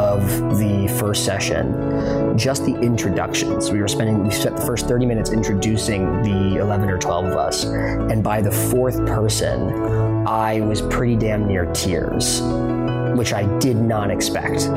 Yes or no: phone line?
no